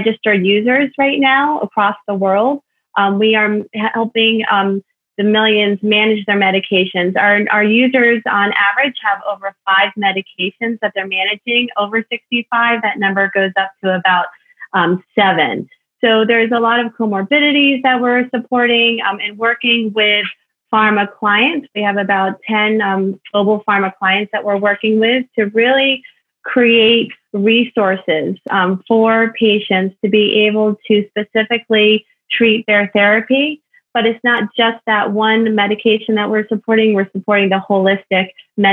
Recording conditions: video call